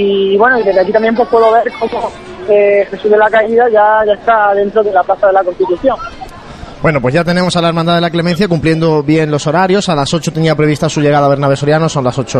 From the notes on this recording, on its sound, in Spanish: Primera conexión en directo con la Parroquia de Cristo Rey, momentos previos a la salida del Silencio.